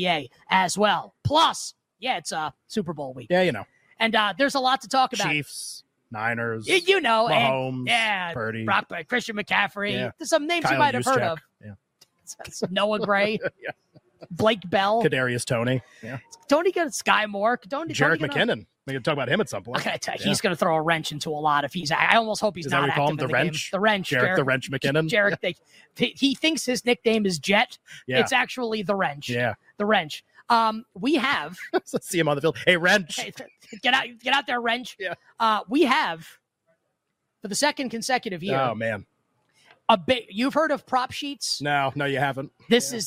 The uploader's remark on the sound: LIVE FROM VEGAS. LIVE FROM LAS VEGAS at Mandalay Bay!